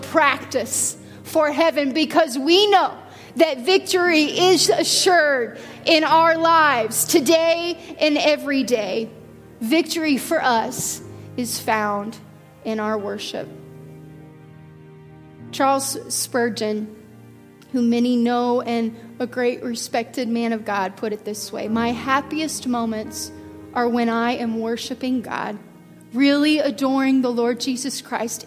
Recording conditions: large echoing room